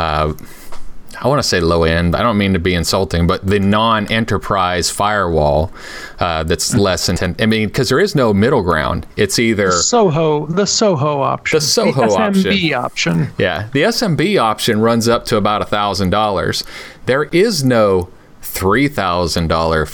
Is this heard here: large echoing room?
no